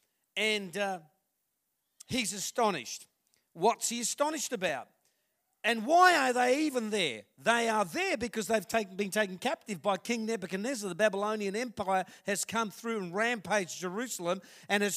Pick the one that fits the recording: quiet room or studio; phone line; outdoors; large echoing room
large echoing room